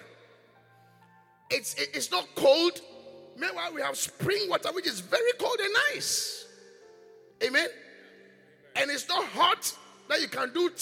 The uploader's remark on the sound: Preached at The Qodesh